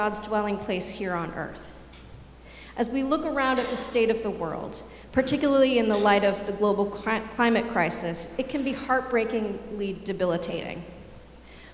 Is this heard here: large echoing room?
yes